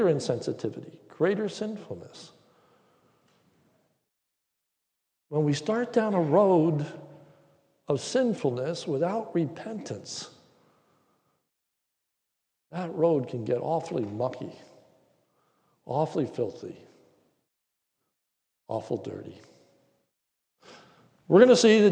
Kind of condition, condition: setting, large echoing room